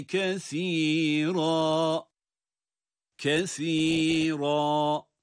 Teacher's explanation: Duruş halinde tabii ki böyle. S harfi peltek, Ra harfi kalın